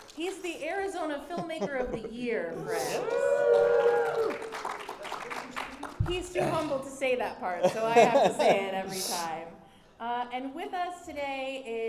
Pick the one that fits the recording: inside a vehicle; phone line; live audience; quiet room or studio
live audience